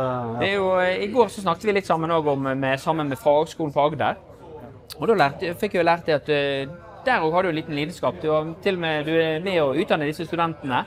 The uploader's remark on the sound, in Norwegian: LIVE fra NemiTek sin Energiteknisk konferanse.